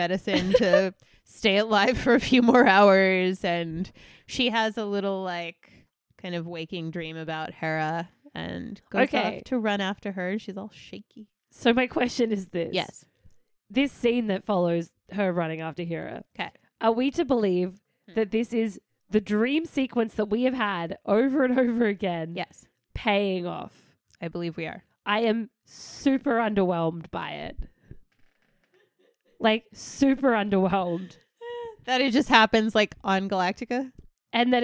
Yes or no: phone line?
no